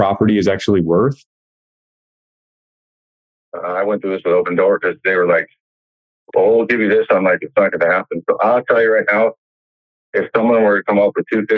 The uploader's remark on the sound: During this LIVE coaching call.